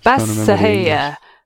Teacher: The helping vowel as well we'll have between bas and heya. It's more like heya.